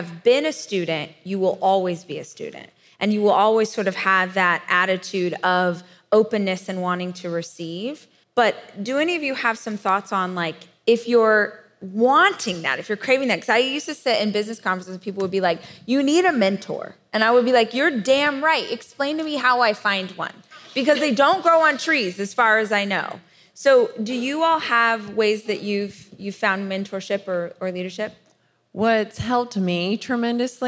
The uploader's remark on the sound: This is the 'How She Built This' panel from Rise Conference, 2021.